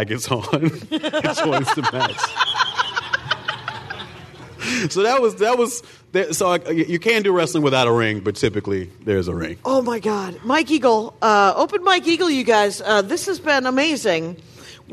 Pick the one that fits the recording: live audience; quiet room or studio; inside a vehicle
live audience